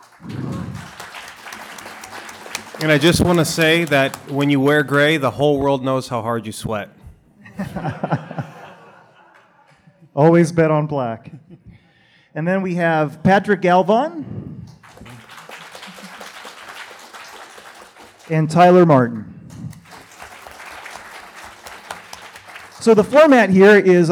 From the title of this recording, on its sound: Live at G-Fest 2019